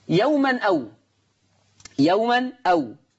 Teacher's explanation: أحرك التنوين بحركة الهمزة فتبقى نون مفتوحة، ما هو التنوين ده نون، هي يوما يعني نون ساكنة، فلما حركها هتبقى نون مفتوحة. · Term: النقل